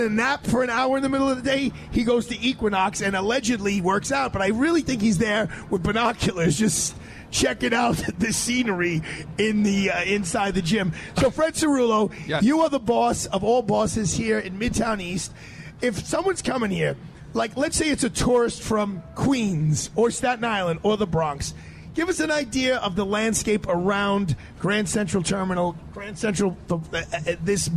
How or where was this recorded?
outdoors